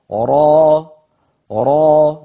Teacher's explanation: راء مفتوحة بعدها ألف تمد بمقدار حركتين · Term: مد طبيعي